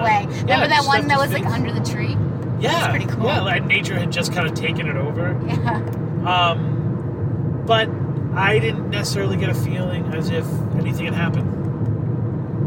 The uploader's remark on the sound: Hit the road on a somewhat spontaneous journey to the Boca Raton cemetery. It’s an “on the road” episode filled with background noise.